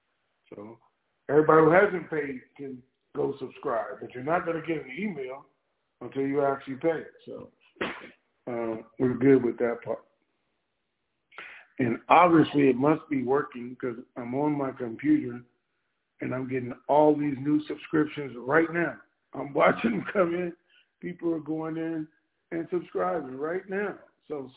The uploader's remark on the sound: TNTSuperfantastic Conference Call